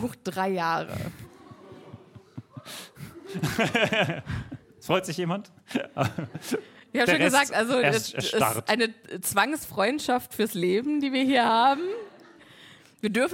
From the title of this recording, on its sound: LIVE IN FRANKFURT